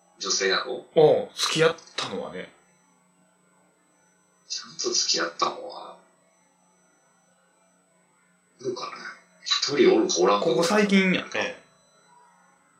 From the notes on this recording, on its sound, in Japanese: リモート収録